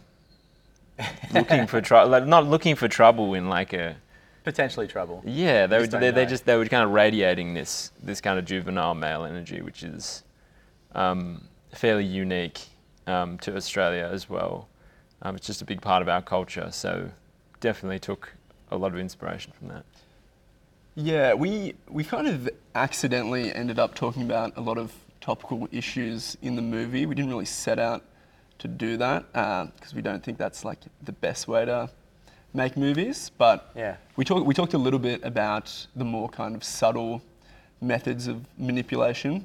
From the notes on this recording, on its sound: Shot on location at the Capitol Theatre in Melbourne during the Melbourne Film Festival 2023.